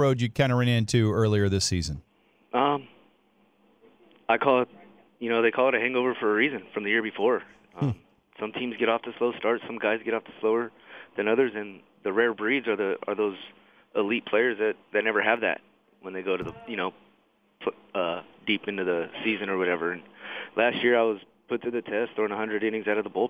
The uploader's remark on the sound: called in to the Ben and Skin show